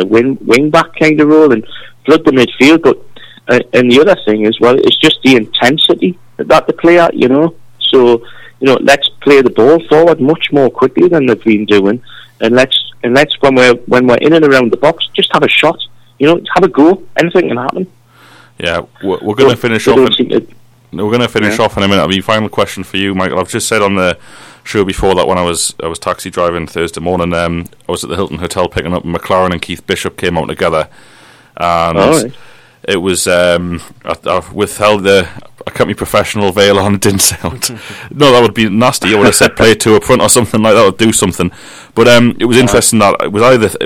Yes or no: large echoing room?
no